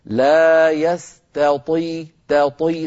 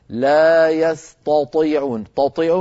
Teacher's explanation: نرقق التاء ونفخم الطاء · Shown in: first take · ولا نقول أبدا لا يستطيعون، تطيعون صار كأنها طائين.